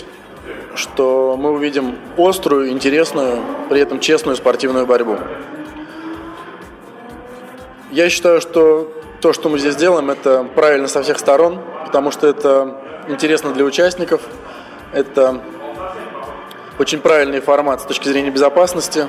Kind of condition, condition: setting, outdoors